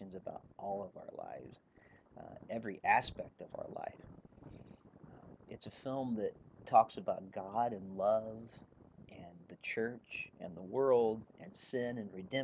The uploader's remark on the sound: The audio on today's episode turned out to not be great. I'm not sure why there is so much background noise on the audio but given the nature of the episode I couldn't rerecord it so it is what it is.